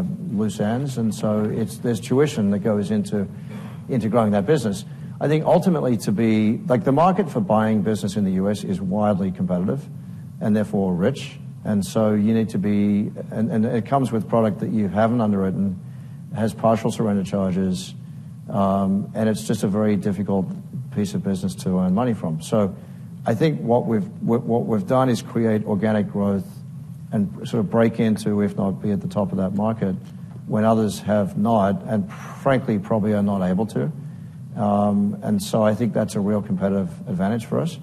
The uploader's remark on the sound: at the Bank Of America Securities 2024 Financial Services Conference in a fireside chat